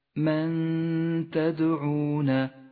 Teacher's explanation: تخفى النون الساكنة بحرف التاء مع بقاء غنة للنون من غير تشديد · Term: الإخفاء